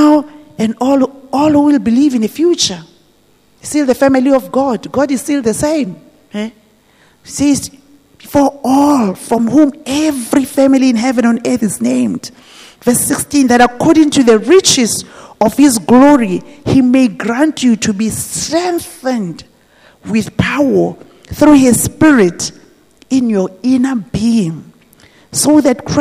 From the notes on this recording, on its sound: This message was preached at GTCFC City Campus.